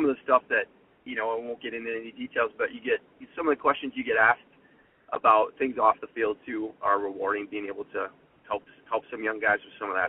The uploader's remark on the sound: It's a simple premise: a 20-minute work commute and phone calls to local yokel amateur ballplayers, fans, managers, and characters from around western Wisconsin.